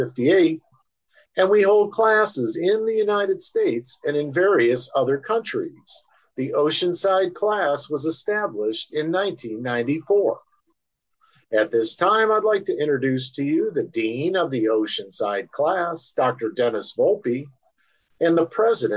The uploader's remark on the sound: Oceanside Zoom Class